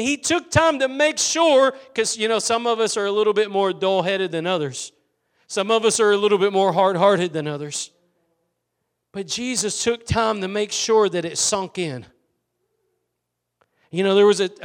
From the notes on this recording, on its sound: Preached at Gospel Lighthouse in Bossier City, La.